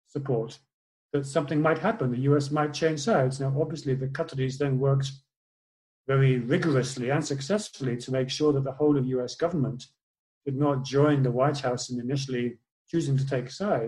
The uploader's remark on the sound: The recorded live webinar from 11 June